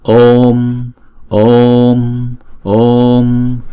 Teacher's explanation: Chữ O là diphthong, chúng ta sẽ đọc kéo dài hai nhịp trước khi chúng ta đóng chữ O đó lại